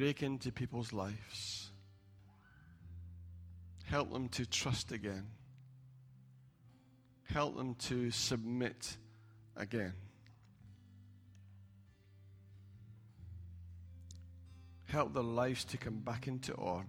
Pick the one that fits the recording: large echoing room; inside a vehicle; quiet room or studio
large echoing room